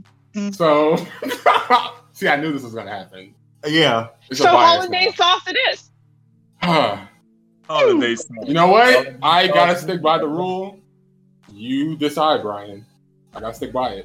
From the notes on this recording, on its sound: Sorry for the late upload and microphone issues!